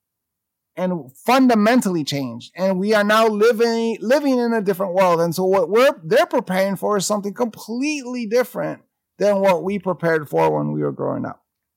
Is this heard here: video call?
no